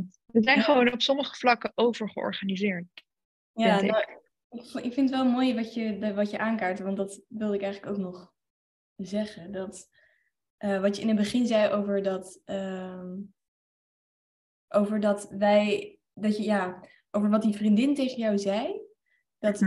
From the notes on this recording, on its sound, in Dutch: Deze aflevering speelt zich online af via zoom.